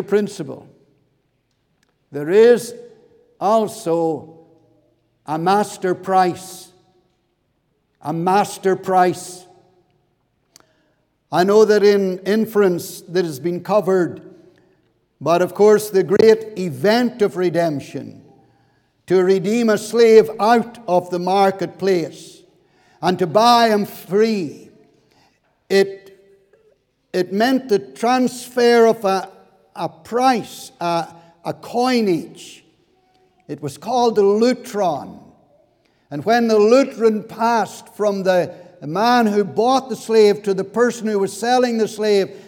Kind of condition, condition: setting, large echoing room